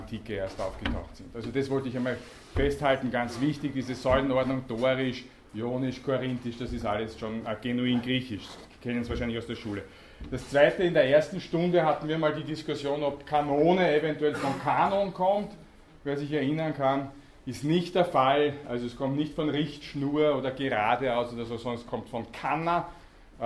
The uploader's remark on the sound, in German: Grundlagenvorlesung. Diese Vorlesung wurde von Studierenden der Uni Wien aufgenommen.